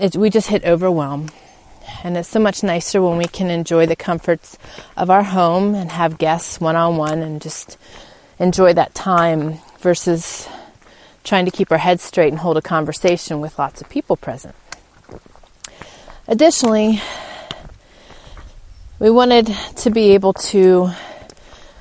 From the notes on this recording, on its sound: In today’s show I take you on a spring walk and talk with you